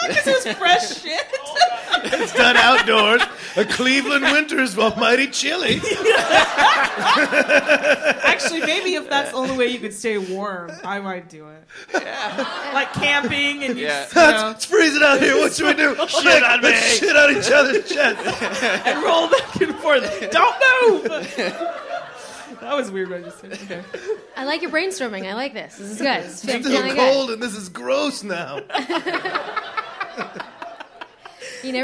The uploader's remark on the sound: Live at Bridgetown Comedy Festival